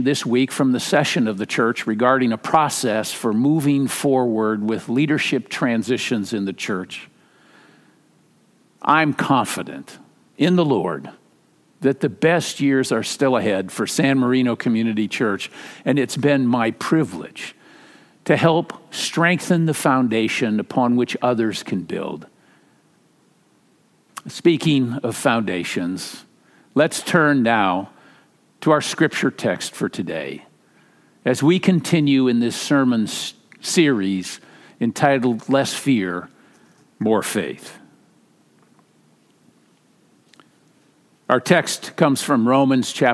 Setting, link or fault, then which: setting, large echoing room